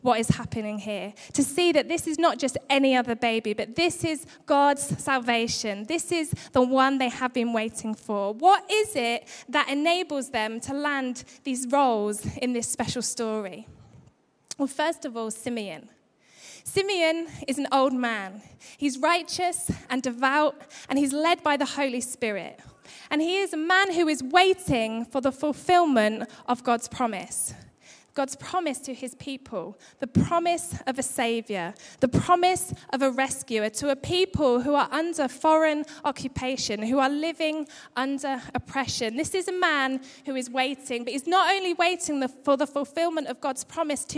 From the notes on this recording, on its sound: Record live at Life Church on Sunday 27th December 2015.